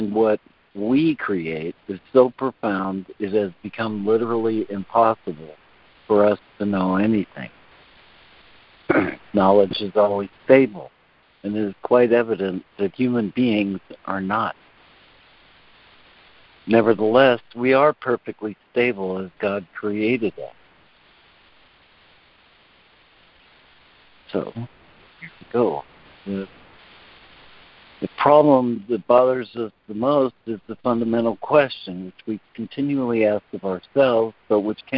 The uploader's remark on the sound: ACIM Daily Conference Call.